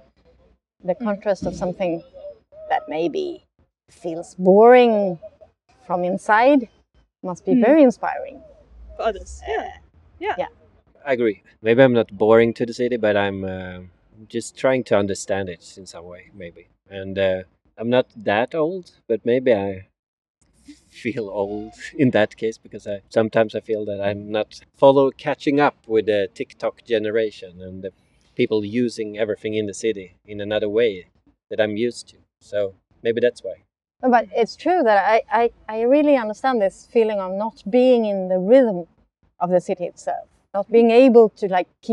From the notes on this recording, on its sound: They were both working on the Yoga Paviljong project in Vasaparken, where we have done the recording this episode.